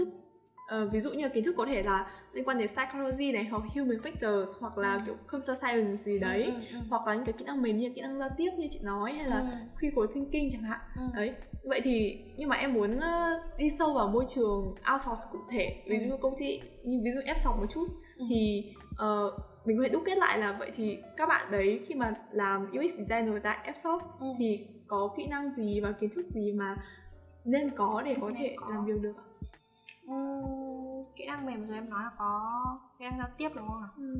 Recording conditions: poor sound quality